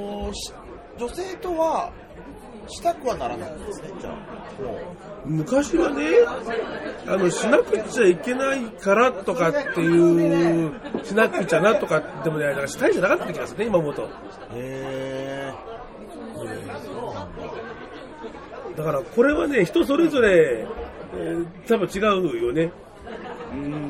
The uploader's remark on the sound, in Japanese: 忘年(え?!)居酒屋トーク!!